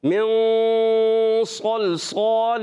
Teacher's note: جب نون ساکن تنوین کے بعد حرف اخفا میں سے حرف مستعلیہ جب آتے ہیں نا، تو اہل عرب اس غنے کو پر کی طرف لے جاتے ہیں، اگر کسی نے باریک پڑھ دیا تو بھی کوئی مسئلہ